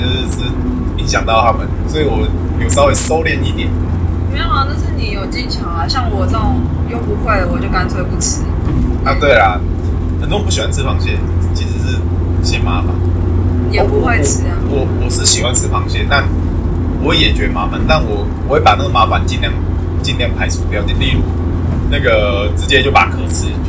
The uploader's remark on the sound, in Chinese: 這次在車上錄音的，所以音質很差